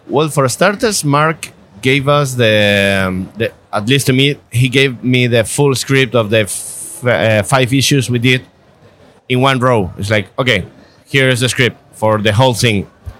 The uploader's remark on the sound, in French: Au cours du Paris Fan Festival qui se tenait au mois d'avril passé. Au cours du Paris Fan Festival qui se tenait au mois d'avril passé.